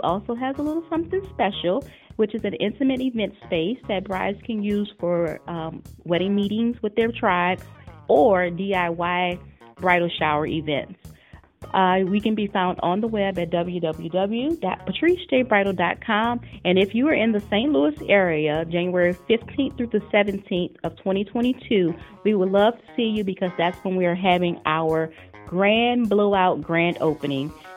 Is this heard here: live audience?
no